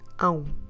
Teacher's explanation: make sure you close your lips at the end. Ão. Use your nose, it's a nasal diphthong.